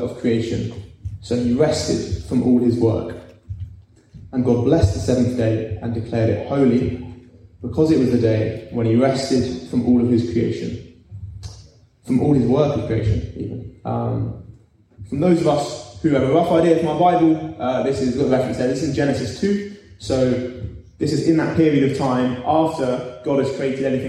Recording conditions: live audience